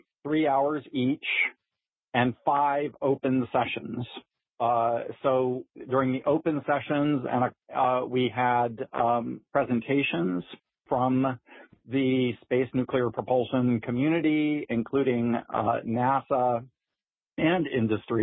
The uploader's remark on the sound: The topic was the subject of the June 16th Future in Space Operations teleconference.